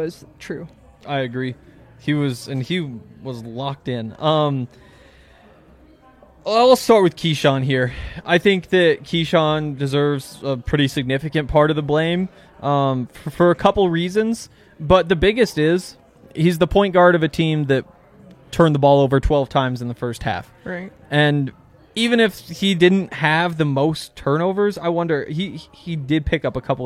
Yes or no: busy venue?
yes